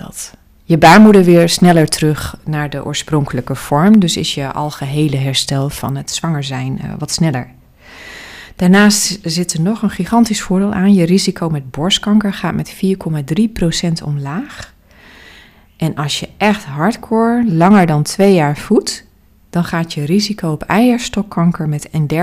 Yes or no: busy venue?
no